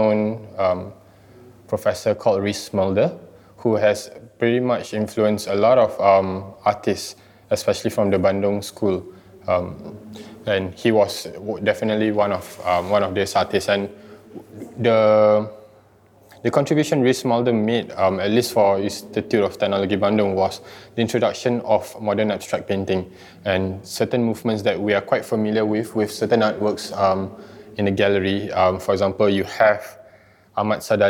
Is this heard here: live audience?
yes